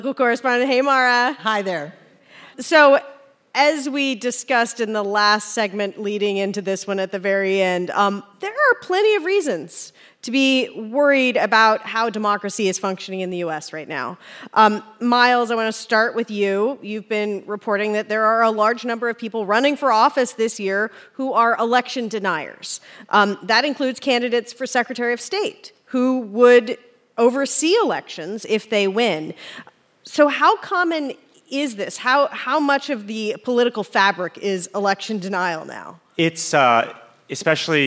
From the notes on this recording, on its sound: In a live show on Thursday, October 20th, at the Buckhead Theater in Atlanta